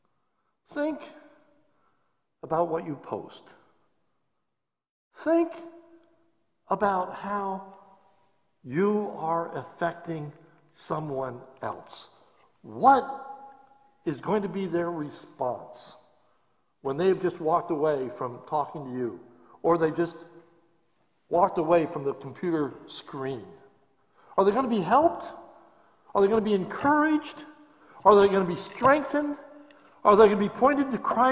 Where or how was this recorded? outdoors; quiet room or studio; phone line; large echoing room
large echoing room